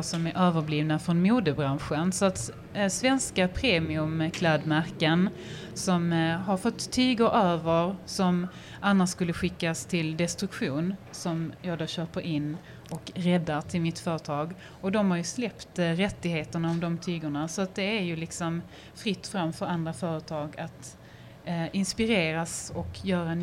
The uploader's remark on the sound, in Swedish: Live från Sustainable Fashion Street